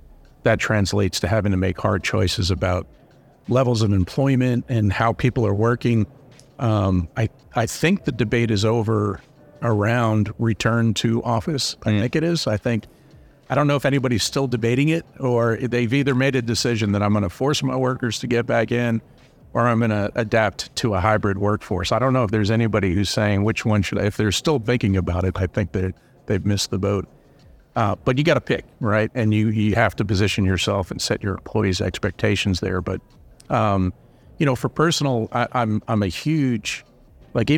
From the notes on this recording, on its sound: Recorded at Money20/20 USA. In this special episode of In Check with Fintech, recorded at Money20/20 USA.